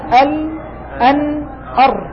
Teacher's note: اللام أدنى حافتي اللسان إلى منتهى الطرف، النون طرف اللسان مع ما يليه